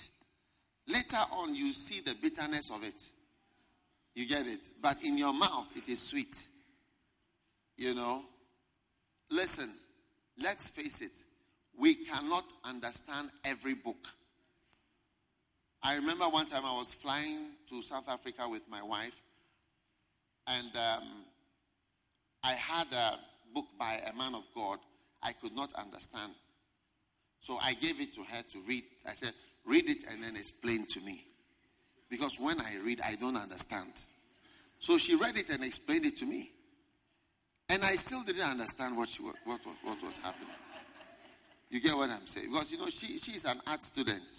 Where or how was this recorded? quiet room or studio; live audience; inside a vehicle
live audience